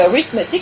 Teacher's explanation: en anglais il y a des accents toniques et que la première syllabe accentuée c'est rith